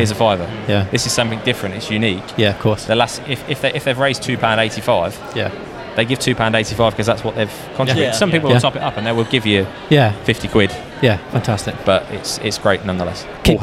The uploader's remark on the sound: We are LIVE from the Digital Accountancy Show 23 (DAS). We are LIVE from the Digital Accountancy Show 23 (DAS).